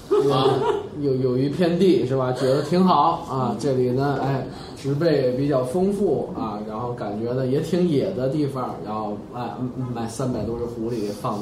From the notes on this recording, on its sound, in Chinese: 本期节目为在张大妈办公区用录音笔录制，可能有街道上的杂音，请见谅。